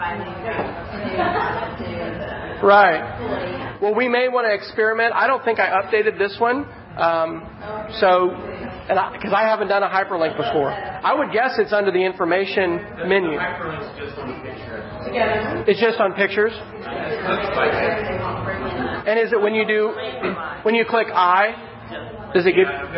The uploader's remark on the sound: This is a recording (part 2 of 2) of a meetup in Oklahoma City